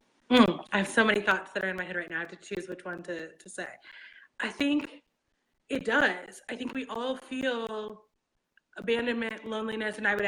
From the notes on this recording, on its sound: The audio experience on this conversation is not the best